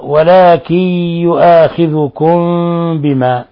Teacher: ميم ساكنة جاء بعد حرف الباء، الحكم التجويدي إخفاء شفوي لوقوع الباء بعد الميم الساكنة.